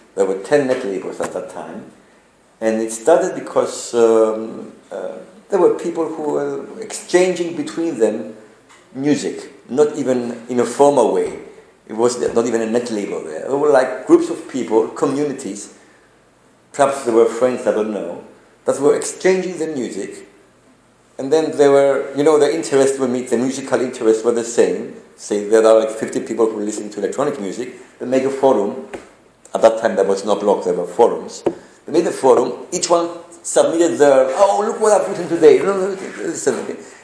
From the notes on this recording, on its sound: This is a podcast recorded during a guest lecture for a MA class (Digital Media Content) at the University of Nicosia.